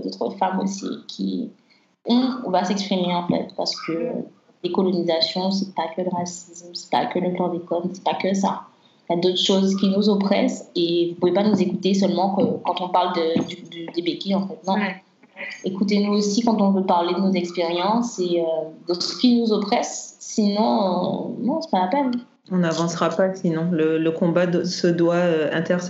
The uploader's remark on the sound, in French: Nous avons enregistré via Skype